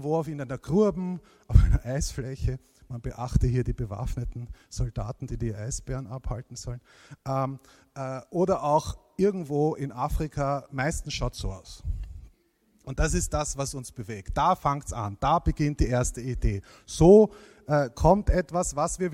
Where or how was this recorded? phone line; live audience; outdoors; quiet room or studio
live audience